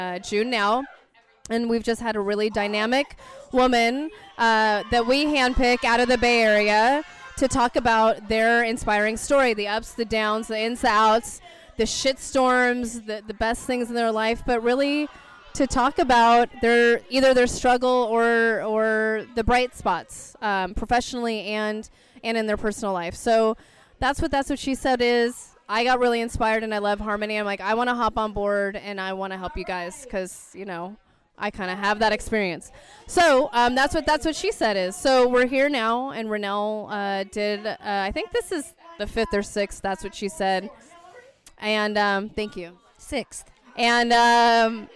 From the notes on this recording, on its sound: We're coming at you live from The Social Study in San Francisco. After the That's What She Said speaking event.